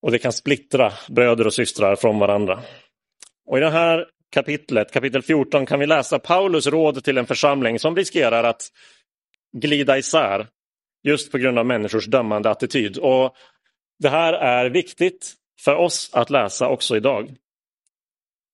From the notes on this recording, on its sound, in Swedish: Inspelad i Roseniuskyrkan den 10 juli 2022.